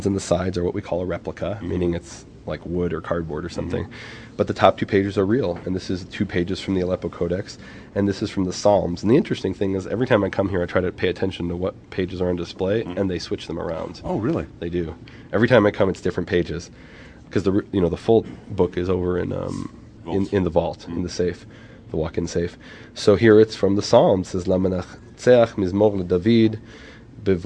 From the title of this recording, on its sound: Live from the Shrine of the Book